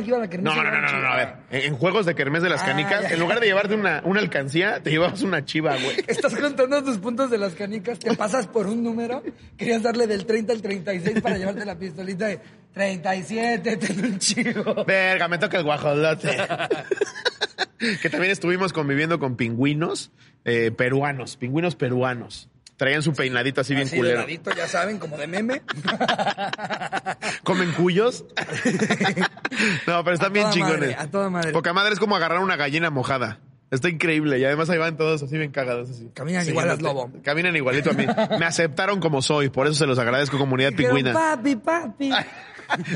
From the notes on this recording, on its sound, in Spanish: en este episodio en vivo desde Veracruz, pudimos grabar en el acuario